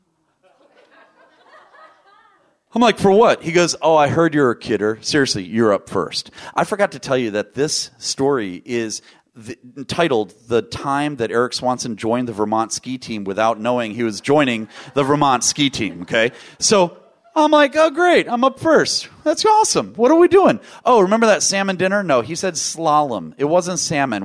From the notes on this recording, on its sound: VoiceAmerica Talk Radio Live from NetMob Premiere™